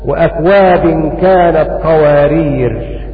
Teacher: واقصره في الوقت فيصل، والمعنى أن المشار إليه بالفاء من فيصل وهو حمزة قرأ وصلا بترك التنوين، وفي الوقف يقف بالقصر وسكون الراء فيقف هكذا